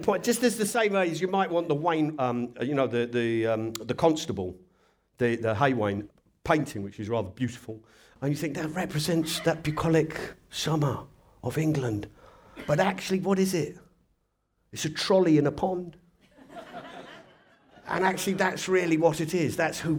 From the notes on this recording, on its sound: It was recorded on tour at the Darwen Library Theatre, and at King's Place as part of the London Podcast Festival.